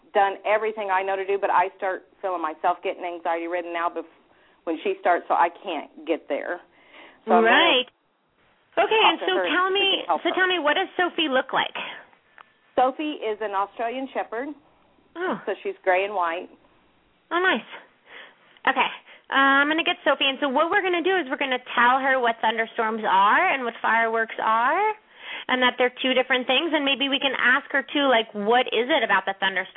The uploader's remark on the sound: open up the lines for listeners to call